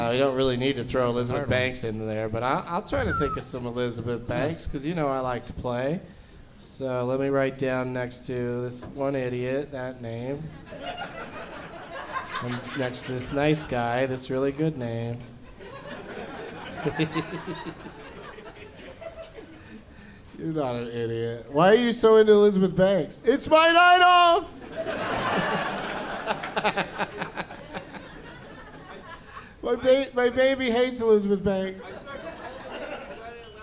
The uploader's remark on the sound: Live from Cobb's Comedy Club in San Francisco